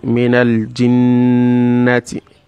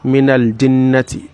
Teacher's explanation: You see that jinnati, that nunun there is carrying a shadda. So because of the fact that it is a nunun al-mushaddad, you have to include the gunna · Shown in: first take · the humin, for two counts.